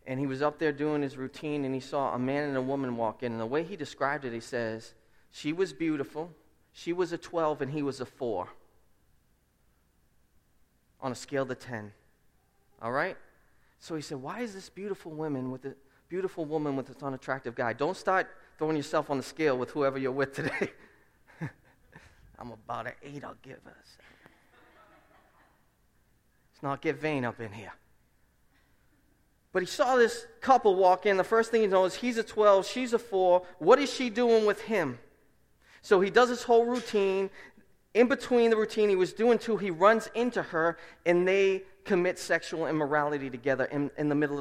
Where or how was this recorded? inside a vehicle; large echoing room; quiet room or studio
large echoing room